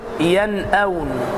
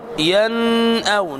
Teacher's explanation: والخطأ أن أقول ينأون، الإتيان بالغنة، هذا لحن، هذا خطأ، لأن الهمزة من حروف الإظهار وقعت بعد النون الساكنة من كلمة فوجب الإظهار فلا تغن · Shown in: first take